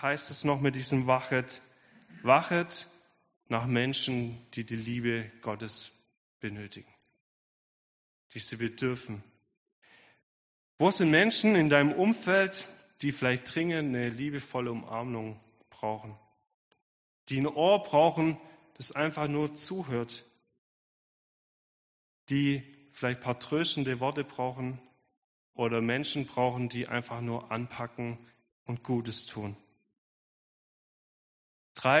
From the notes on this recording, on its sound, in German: Predigt der Sueddeutschen Gemeinschaft Ditzingen